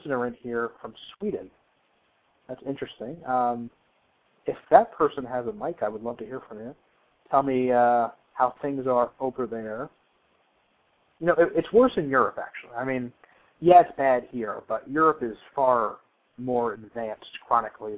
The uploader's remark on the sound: receive a surprise phone call